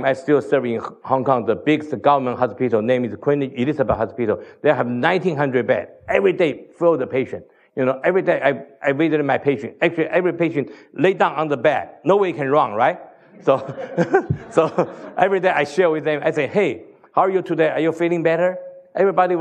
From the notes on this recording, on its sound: Tells the T4T Story at the NoPlaceLeft conference in Sydney Australia.